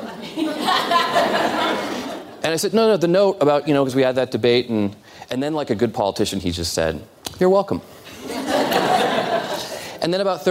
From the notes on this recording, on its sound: live town hall